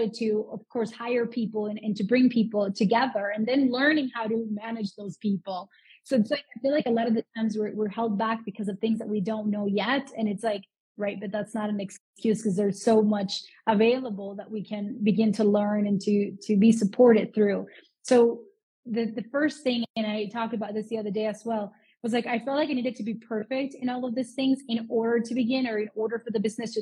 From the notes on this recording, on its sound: This week’s episode is from an incredible Instagram live